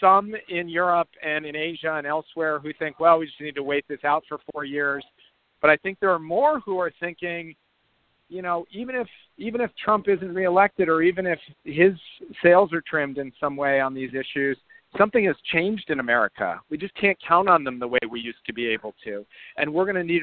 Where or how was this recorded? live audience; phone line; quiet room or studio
phone line